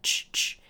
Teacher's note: an affricate sound that is voiceless